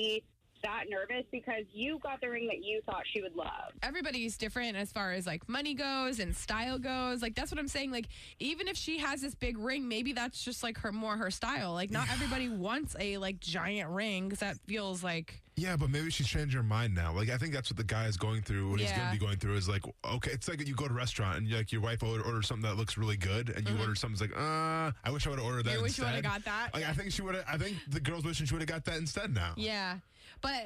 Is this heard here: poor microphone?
no